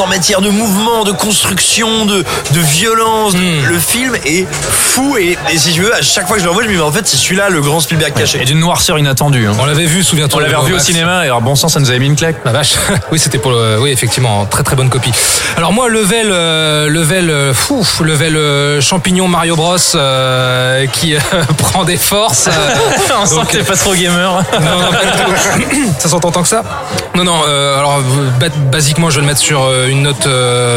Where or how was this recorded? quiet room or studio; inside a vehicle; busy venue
busy venue